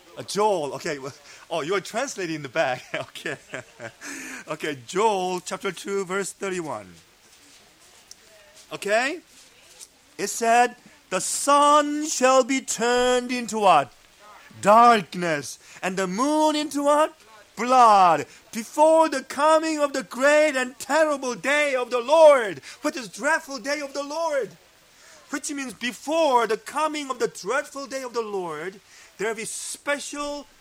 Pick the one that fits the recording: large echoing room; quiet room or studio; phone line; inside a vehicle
large echoing room